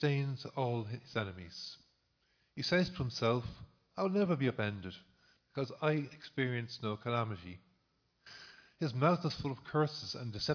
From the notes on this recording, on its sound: Recorded live in Liberty Church